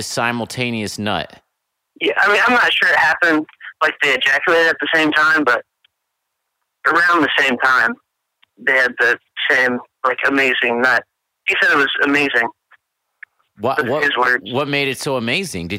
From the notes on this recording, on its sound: Listeners' Calls. This is the second half of the phone calls.